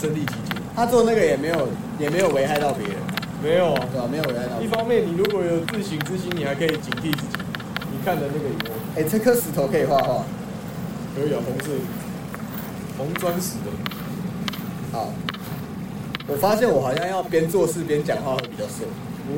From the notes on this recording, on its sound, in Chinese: 本集使用設備：iphone 12 mini